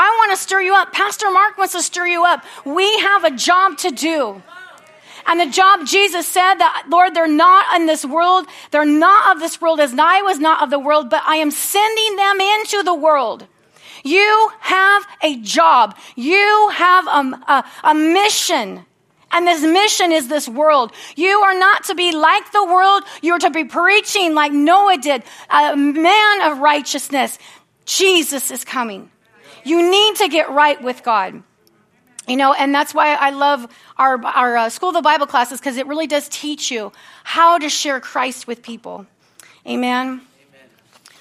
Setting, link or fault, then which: setting, large echoing room